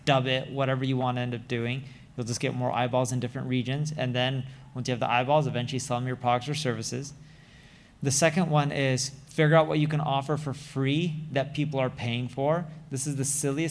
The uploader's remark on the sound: live session at the Leveling Up Founders Event